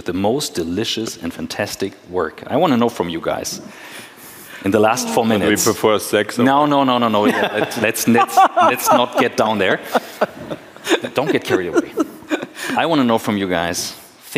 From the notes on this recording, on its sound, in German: Bits & Pretzels Special. Live-to-tape Episode 341 von der Bits & Bretzels.